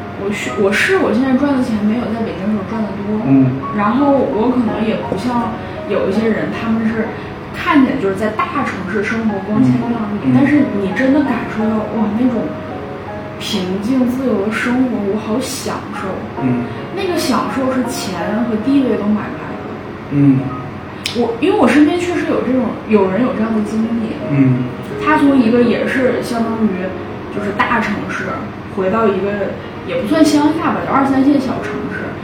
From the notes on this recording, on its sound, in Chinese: 房间空调声音很大…所以有杂音，收听请适当调整音量。